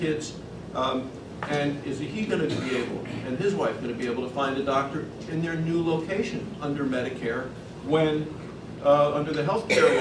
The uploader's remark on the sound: WASHINGTON, DC. The Ripon Society held a breakfast discussion.